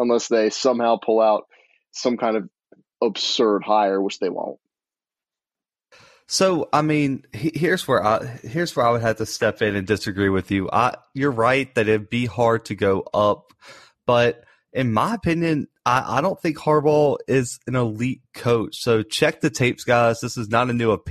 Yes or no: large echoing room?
no